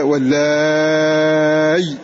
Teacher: فإذا له في الهمزة هنا يحذف الياء بعدها ثم يقف على الهمز، فإذا وقف على الهمز صار له وجهان، تسهيل مع مد وقصر أو بإبدال هذه الهمزة ياء ساكنة فيمدها مدا لازما · Term: إبدالها ياء